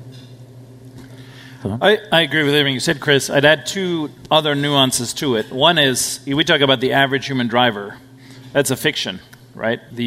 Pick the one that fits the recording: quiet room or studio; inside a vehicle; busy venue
busy venue